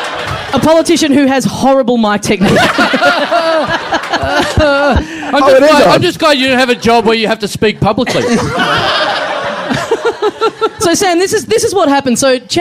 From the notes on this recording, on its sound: Recorded LIVE at the European Bier Cafe.